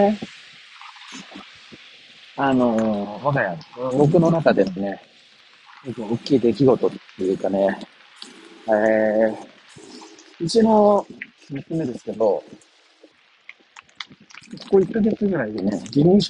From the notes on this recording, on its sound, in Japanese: 音声が劣悪です。急遽、急いで録音している話です。